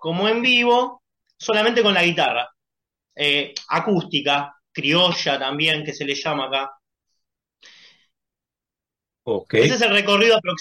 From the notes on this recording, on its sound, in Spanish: Charlamos via zoom